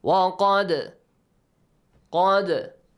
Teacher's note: and also nasal sound وقد قد قاف has a heavy sound دال has a قلقلة sound echoing sound